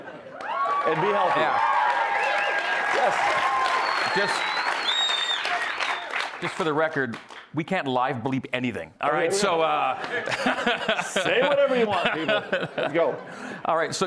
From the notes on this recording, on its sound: A live audience in Studio C.